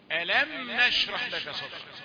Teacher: اللام تبقى عالية في الصوت شوية لأن هي بداية كلمة، والهمزة التي قبلها للاستفهام، يعني هل لم نشرح لك صدرك؟